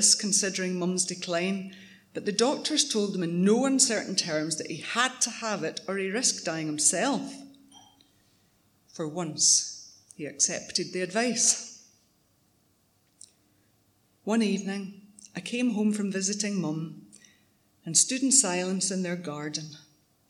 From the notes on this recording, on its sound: Three wonderful stories told at different tenx9 events. Tenx9 is a live storytelling event where nine people have up to ten minutes each to tell a true story from their own life on a particular theme.